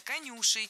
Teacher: Конюши, неверно. Правильно, конюши. Ударяем второй слог.